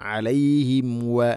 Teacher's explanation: രണ്ട് ചുണ്ട് തമ്മിൽ തട്ടിച്ച് മീമിനെ പൂർണ്ണമാക്കണം